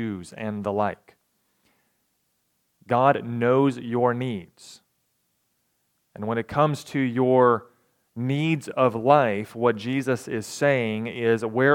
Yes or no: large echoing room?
yes